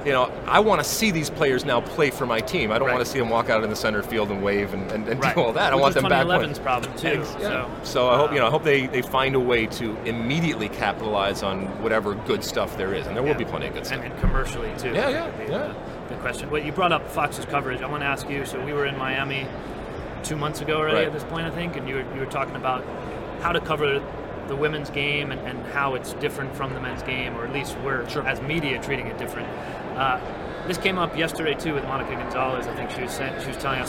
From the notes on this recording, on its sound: Live from the 2019 USC Convention.